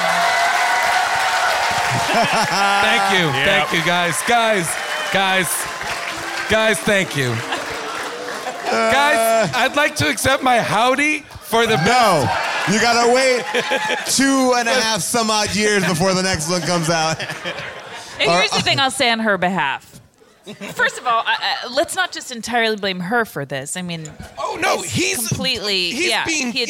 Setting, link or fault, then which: setting, live audience